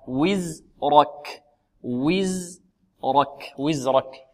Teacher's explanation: الزاي مرققة والراء مفخمة والكاف مرققة